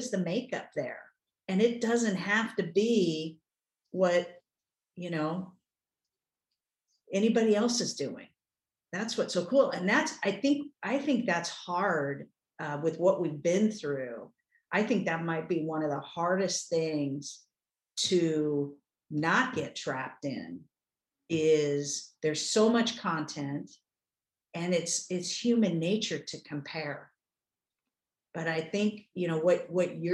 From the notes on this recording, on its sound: from one of our weekly Live Zoom calls with the 10,000 NOs Insiders Community